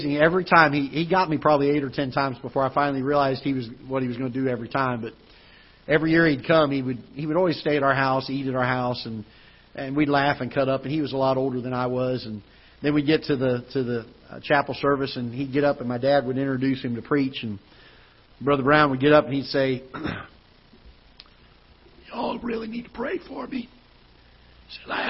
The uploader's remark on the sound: Ketha Heights Baptist Church ~ Live Broadcast